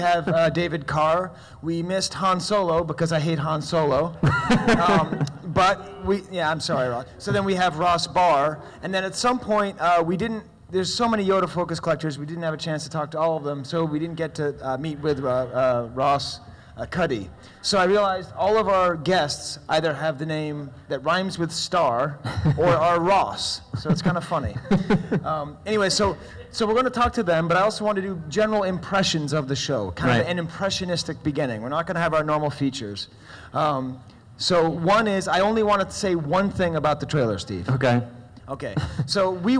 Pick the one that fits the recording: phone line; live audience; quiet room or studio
live audience